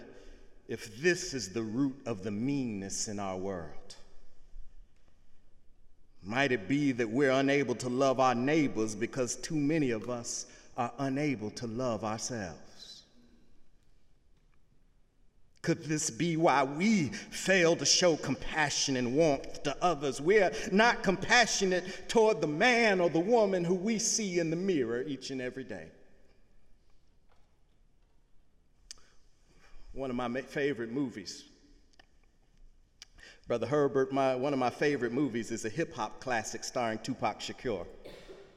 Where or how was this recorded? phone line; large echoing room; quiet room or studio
large echoing room